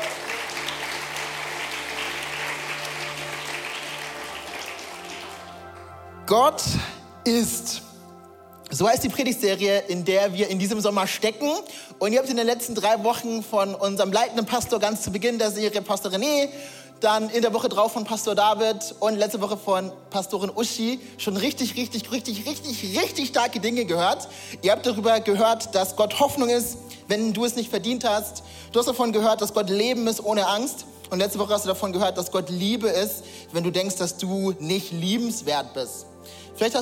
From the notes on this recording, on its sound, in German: Audiomitschnitt der Predigt